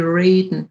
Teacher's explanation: da wird ein sogenanntes retroflexes R produziert. Das heißt, das R klingt dort wie ein amerikanisches R.